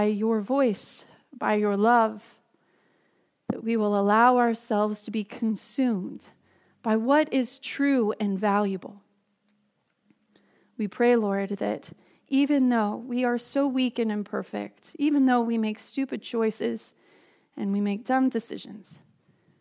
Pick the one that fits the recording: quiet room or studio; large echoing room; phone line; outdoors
large echoing room